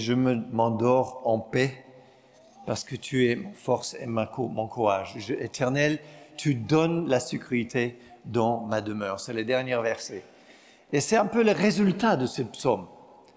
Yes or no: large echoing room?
yes